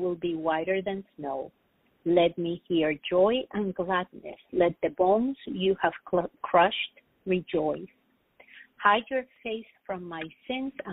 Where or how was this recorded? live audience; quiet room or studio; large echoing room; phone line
phone line